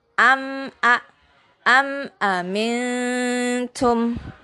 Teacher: Selain bertemu ba sama mim, itu mim sukun harus dibaca jelas. Cukup satu ketukan, jangan dipanjangin.